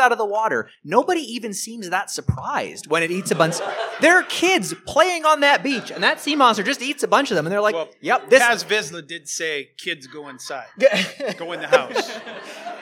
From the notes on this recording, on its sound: Manda-law-rian panel at the Calgary Comic Expo. Recorded April 29, 2023 at the Calgary Comics & Entertainment Expo, Calgary, Alberta.